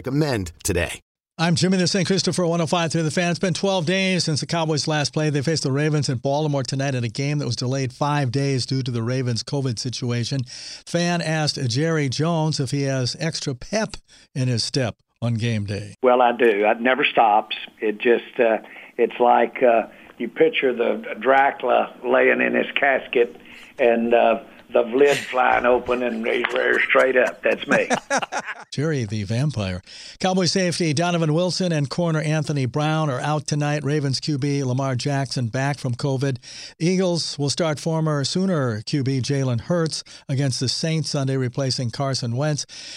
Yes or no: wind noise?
no